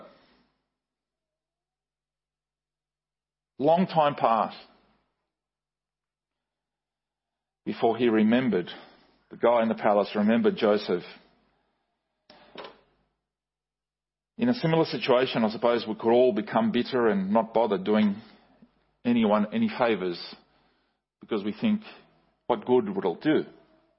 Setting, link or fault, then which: setting, large echoing room